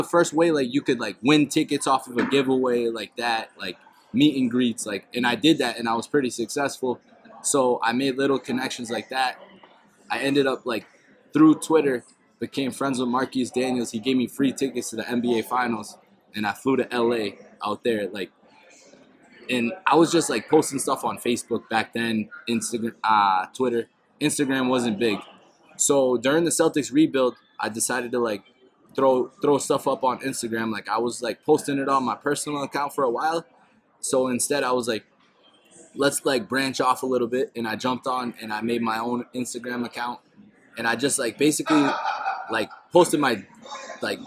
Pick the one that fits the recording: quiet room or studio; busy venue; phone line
busy venue